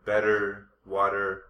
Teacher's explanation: the T is between two vowel sounds, it becomes a D sound · Term: flap T